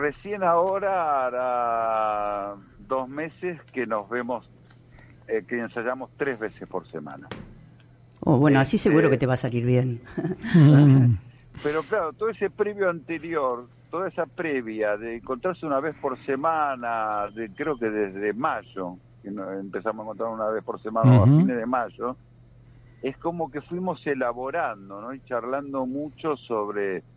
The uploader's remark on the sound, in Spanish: Y una entrevista telefónica. Desde los estudios de Claves del Sur.